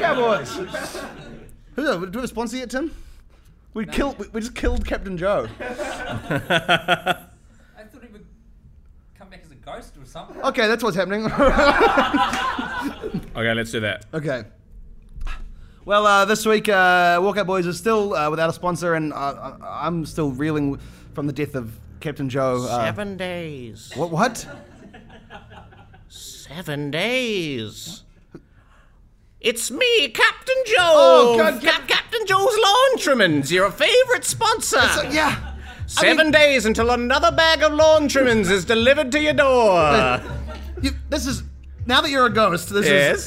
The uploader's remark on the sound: Our first live episode!